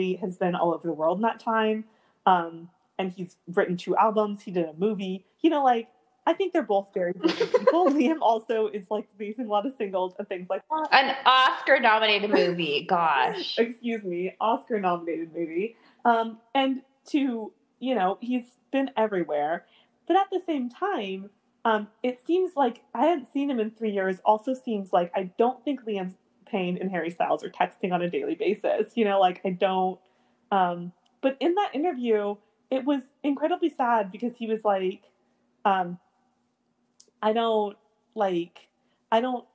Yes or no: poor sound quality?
yes